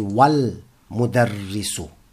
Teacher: because meme is what we call harf qamariya, a moon letter. We pronounce the lam